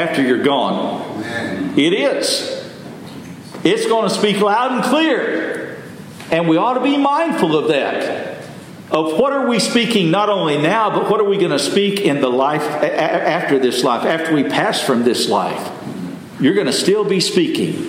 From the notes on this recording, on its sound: Message delivered Sunday, December 3, 2023 at Mt Carmel Primitive Baptist Church, Bel Air